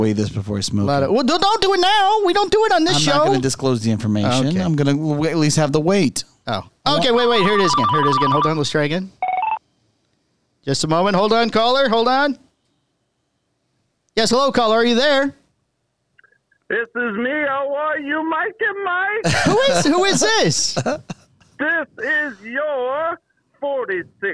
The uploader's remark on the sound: Have another surprise call in guest